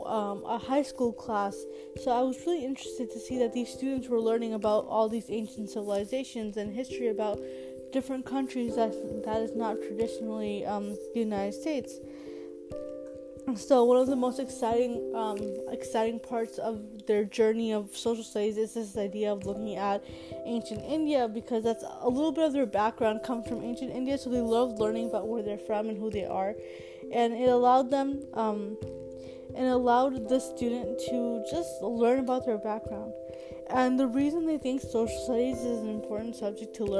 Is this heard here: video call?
no